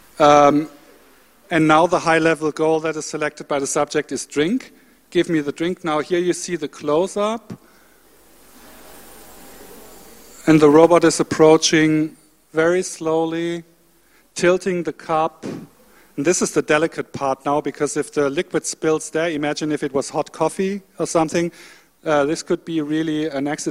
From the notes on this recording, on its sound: The session will start with a video showing parts of the web documentary "Homo Digitalis". The panelists will then discuss, together with the audience.